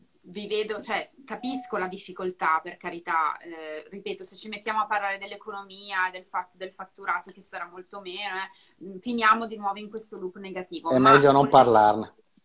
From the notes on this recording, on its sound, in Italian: questa intervista che ho registrato da una live di Instagram